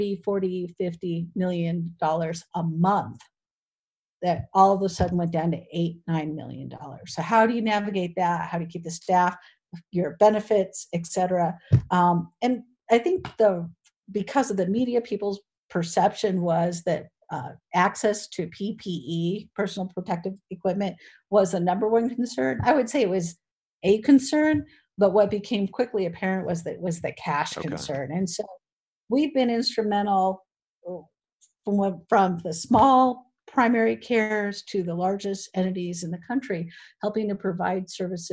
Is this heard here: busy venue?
no